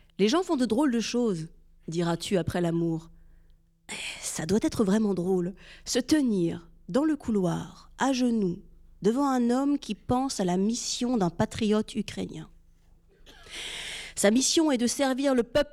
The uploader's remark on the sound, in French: Enregistrement : Théâtre du Soleil, le 11 février 2024